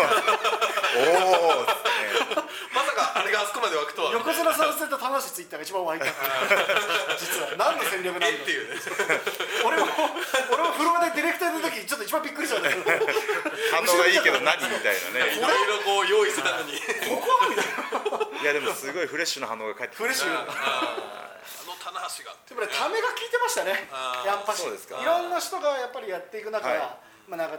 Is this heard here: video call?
no